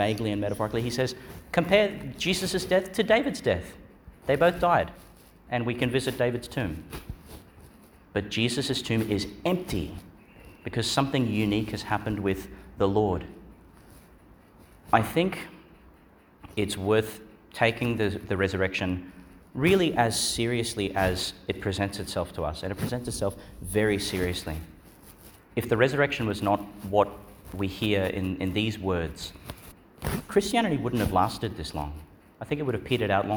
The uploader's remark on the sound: Homily for Easter Monday within the Octave, delivered in Our Lady Star of the Sea Church, Gladstone, Qld.